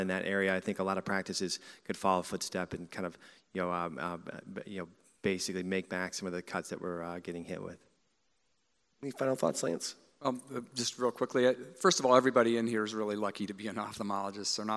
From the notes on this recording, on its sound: joined on stage at MillennialEYE Live in Louisville